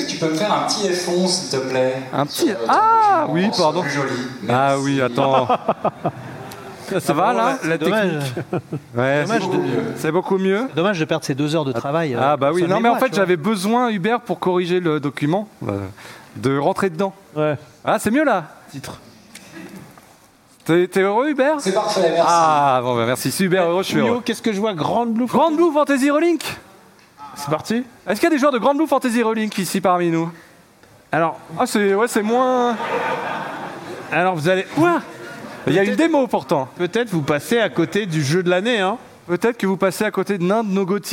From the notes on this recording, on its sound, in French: En live depuis l'ESpot. Pour un nouvelle émission en public, enregistrée sur le plateau mirifique de l'ESpot Paris.